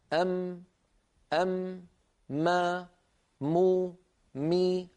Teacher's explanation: تجدون بأن الأنف يعمل مع الشفتين في إخراج حرف الميم، بدليل لو سددنا الأنف وقلنا أم ما مو مي نجد بأن الصوت قد اختل ولم يعد ميما صحيحة. · Term: الغنة